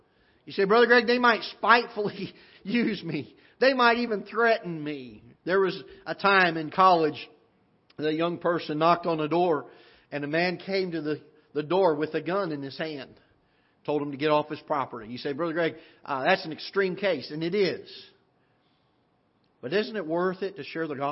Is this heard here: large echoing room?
yes